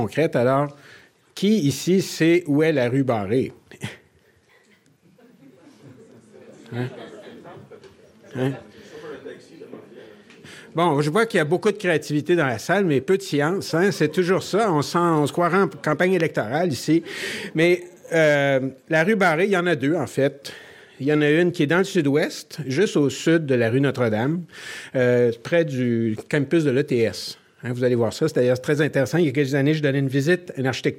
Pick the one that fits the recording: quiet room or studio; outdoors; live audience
live audience